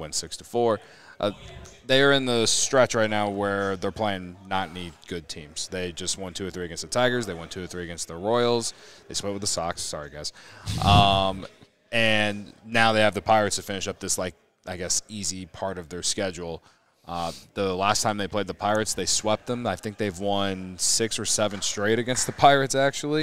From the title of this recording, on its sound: LIVE from Circa Resort and Casino